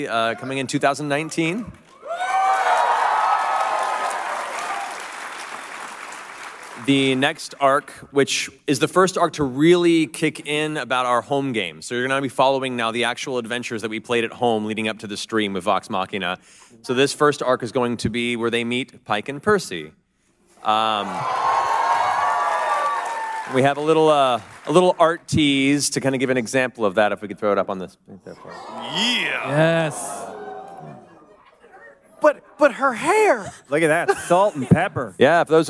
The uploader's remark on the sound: Live from San Diego Comic-Con 2018.